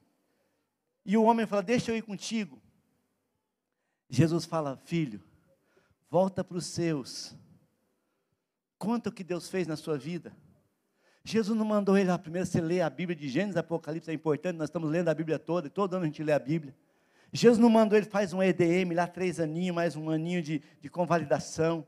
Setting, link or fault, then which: setting, large echoing room